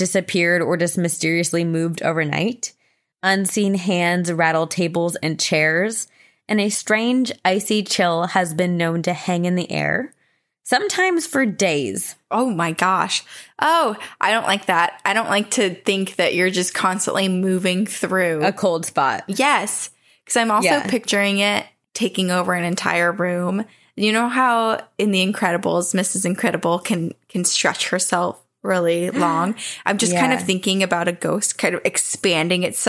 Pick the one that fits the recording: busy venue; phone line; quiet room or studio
quiet room or studio